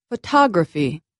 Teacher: in the word photography, I stressed the second vowel, ah. I said it louder and longer than the other vowels. · Term: word stress